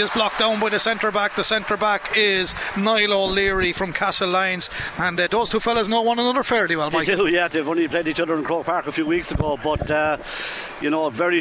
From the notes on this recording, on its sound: Hurling: Cork v Kilkenny, Allianz National Hurling League Division 1A Round 2. We’ll be live in Supervalu Páirc Uí Chaoimh for full live commentary.